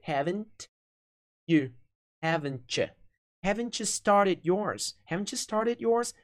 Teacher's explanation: esse you vira ya, e o T junta ali, então fica ch · Term: redução de pronúncia